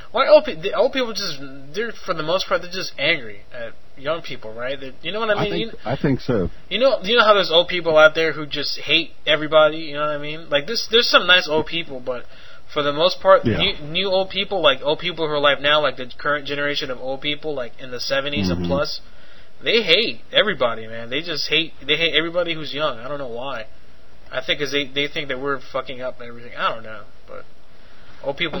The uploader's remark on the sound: Prank Phone Calls